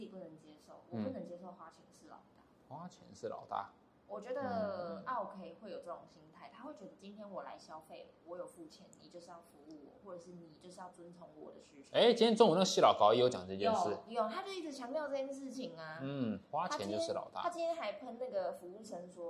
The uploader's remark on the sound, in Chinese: 除了麥克風之外，我的錄音機也快壞了